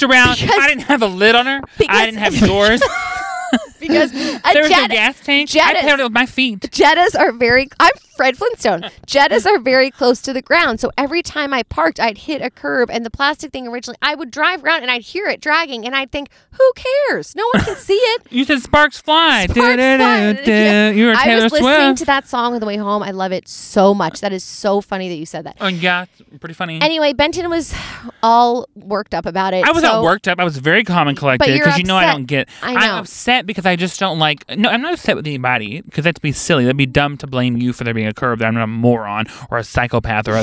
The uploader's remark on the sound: It's Nice To Sit In Your Car and Record A Podcast Where Everything Goes Wrong